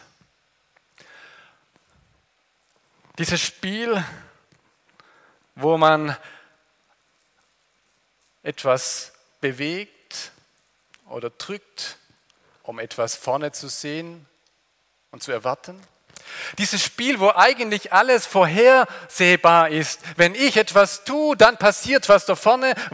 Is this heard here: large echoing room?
yes